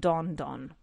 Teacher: we can nicely link the D in dawned with the O and on, dawned on, ¿no?